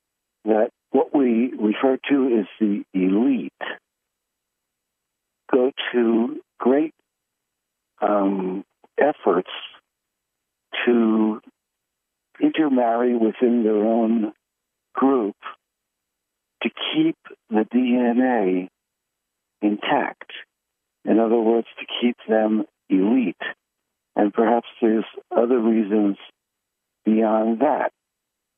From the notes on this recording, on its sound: Conference Call LIVE